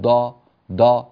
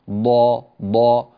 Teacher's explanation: الضاد تخرج من حافة اللسان ولا تخرج من طرفه · Shown in: second take · Term: مخرج الضاد